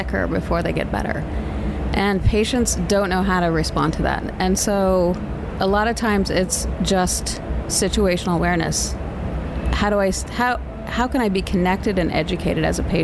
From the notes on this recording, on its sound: HLTH 2022 Takeouts. Recorded at HLTH in Las Vegas.